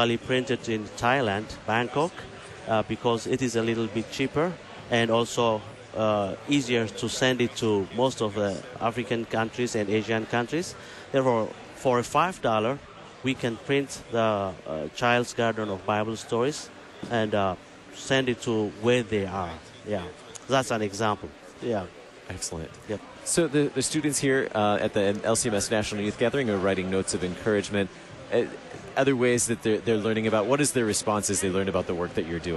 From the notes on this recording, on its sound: Live from the LCMS National Youth Gathering